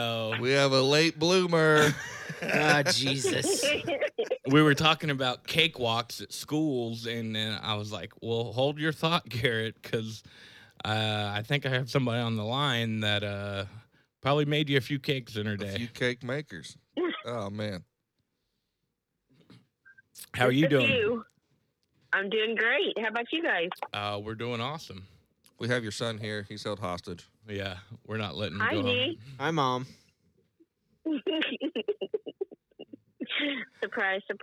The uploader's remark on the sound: We take a live call